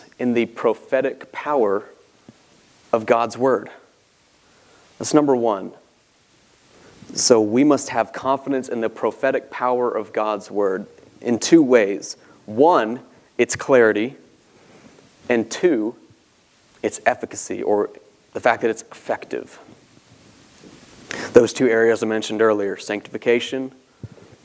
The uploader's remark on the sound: This sermon was preached from the pulpit of Grace Community Church in Berea, KY.